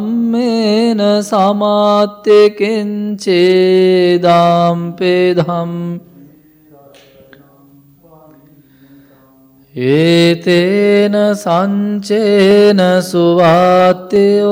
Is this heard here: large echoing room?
yes